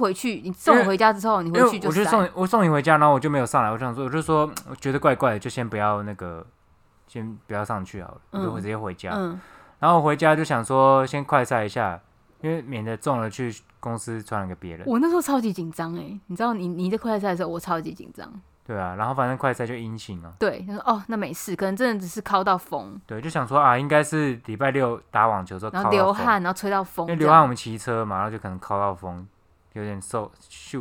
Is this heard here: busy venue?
no